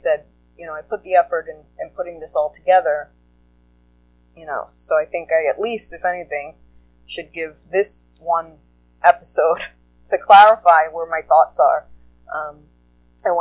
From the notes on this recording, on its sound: I used a new recording app so if sound quality blows on this it is what it is.